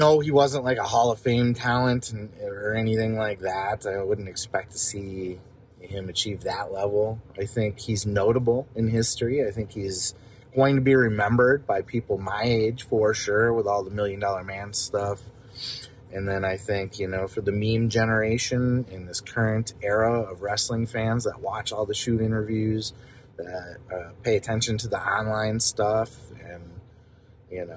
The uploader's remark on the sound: Forgive the audio qualify from in car reaction.